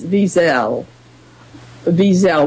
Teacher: the S does have a Z sound in German, because that's actually a German word.